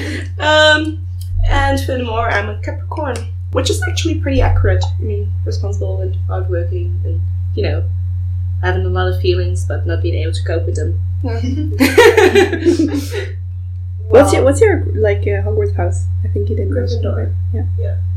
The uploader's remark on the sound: The sound quality of this episode is quite bad, apologies for that. We are hoping to invest in better sound equipment in the future.